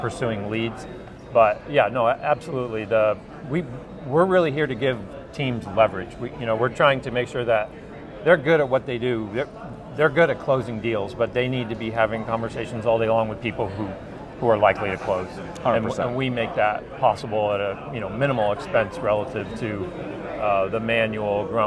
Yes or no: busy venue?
yes